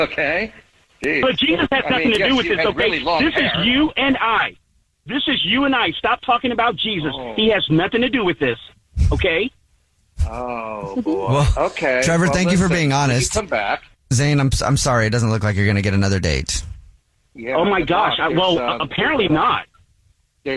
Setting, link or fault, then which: link, phone line